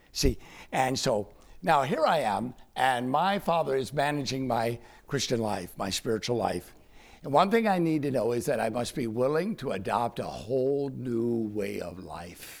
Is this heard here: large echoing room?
yes